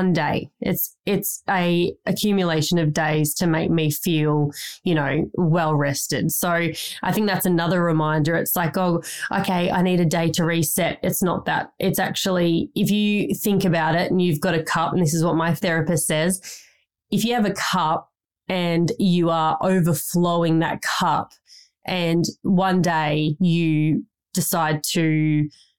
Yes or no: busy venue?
no